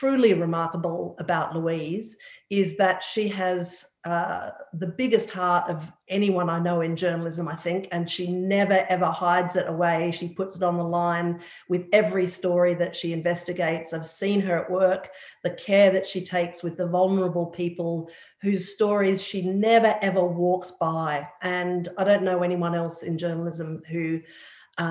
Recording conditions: video call